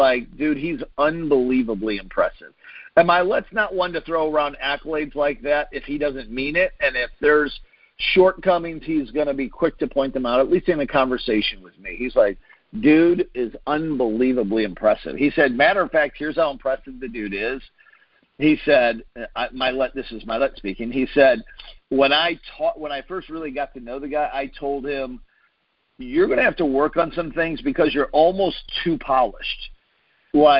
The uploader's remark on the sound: Team Freedom conference call on 6/28/19.